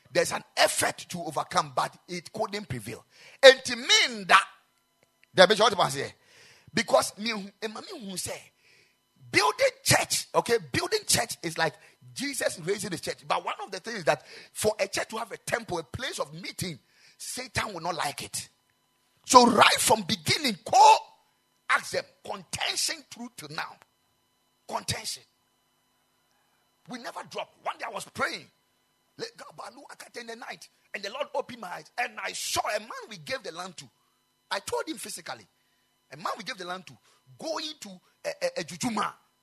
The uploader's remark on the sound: Preached at the Ekklesia Chapel